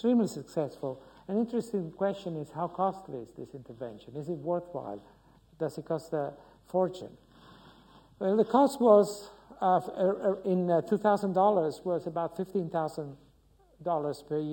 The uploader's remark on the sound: UCL Lunch Hour Lecture.